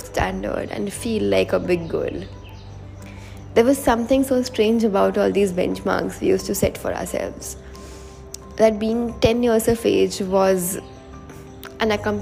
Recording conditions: sounds in the background